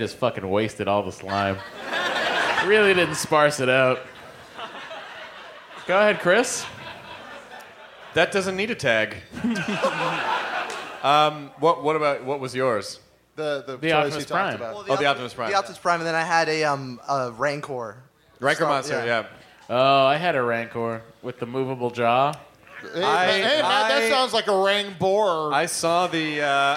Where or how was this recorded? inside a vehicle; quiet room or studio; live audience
live audience